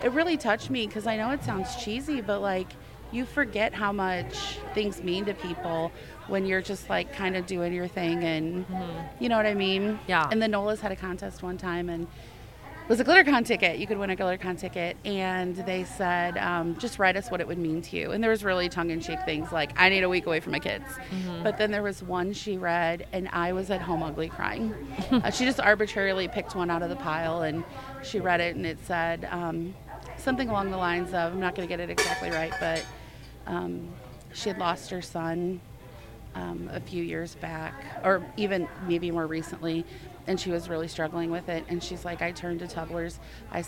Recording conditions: busy venue